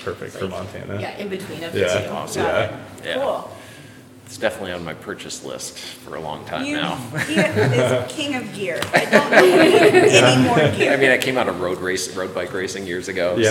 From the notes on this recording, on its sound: Live at the Auburn Aid Station. To have an in-person live podcast recording at the Auburn Aid Station store just two days before the Canyons Endurance Runs by UTMB race.